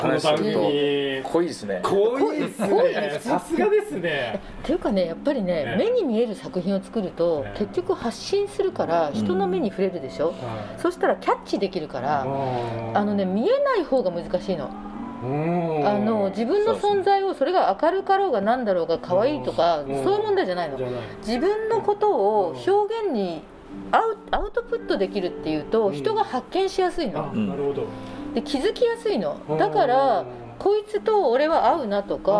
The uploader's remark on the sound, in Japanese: 公開収録in 椿サロン銀座PARTⅡ。初のギャラリーイベントを開催しました。今回は、その開催を記念して行われた公開収録の模様をお届けします。